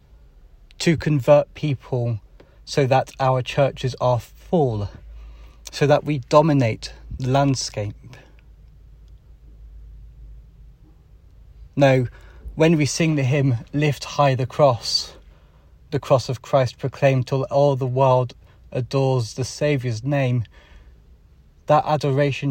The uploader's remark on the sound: Holy Cross Day Live… from the car!